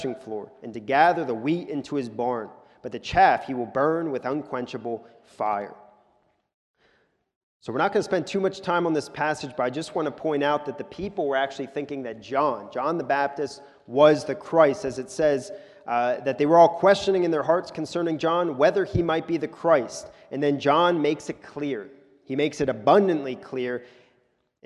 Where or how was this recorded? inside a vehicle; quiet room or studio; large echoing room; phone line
large echoing room